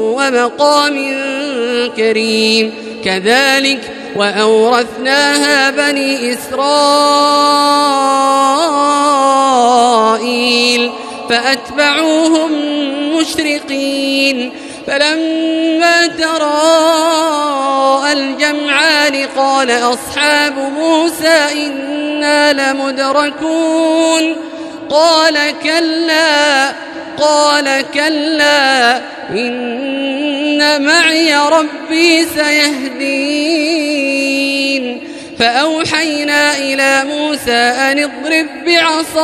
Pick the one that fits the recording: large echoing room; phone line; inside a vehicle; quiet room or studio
large echoing room